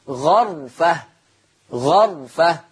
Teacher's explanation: قرأ ورش بفتح الغين غرفة، غرفة